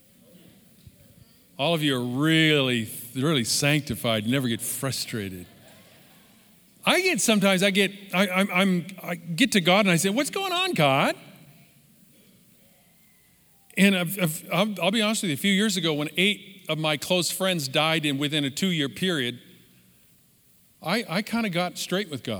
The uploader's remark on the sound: Live from our in Person 11am Service on September 20, 2020